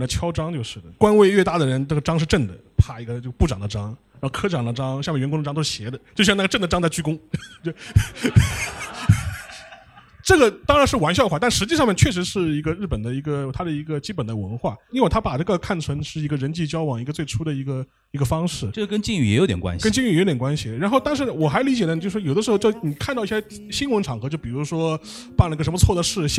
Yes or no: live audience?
yes